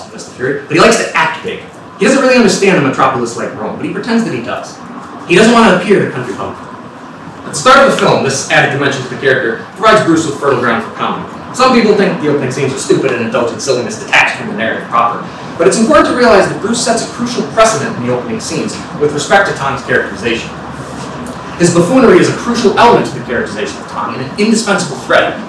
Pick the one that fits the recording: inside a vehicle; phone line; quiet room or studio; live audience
live audience